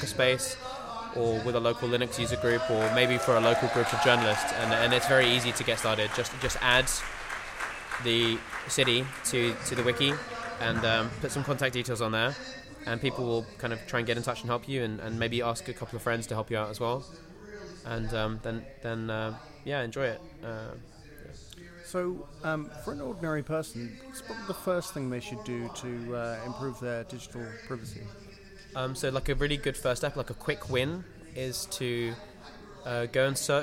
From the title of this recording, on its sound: at Mozilla Festival 2013 London